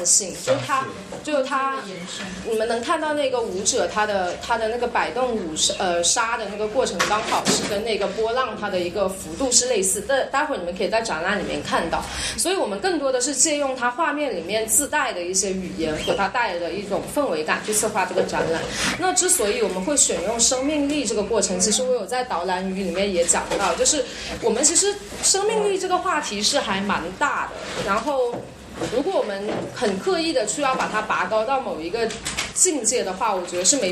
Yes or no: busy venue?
yes